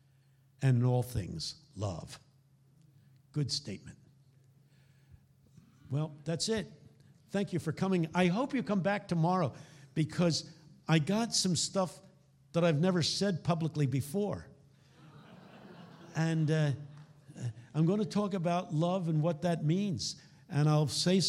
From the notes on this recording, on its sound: Keynote talk from the 2018 Stirling Conference